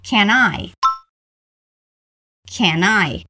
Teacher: Quase sempre, quando uma palavra terminar com som de consoante, como can, e a próxima começar com som de vogal, como I, nós podemos juntar as duas. Nesse caso, can I vai ficar can I. · Term: linking sound